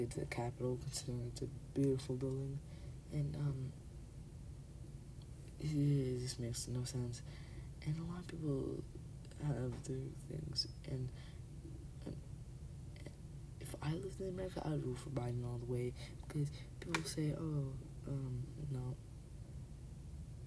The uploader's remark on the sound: Pls turn up volume. Turn up volume my mic was low volume for some reason?